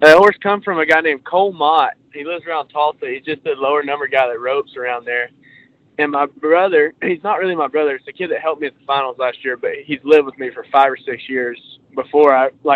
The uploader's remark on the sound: This off the cuff phone call came together as an interview for this podcast.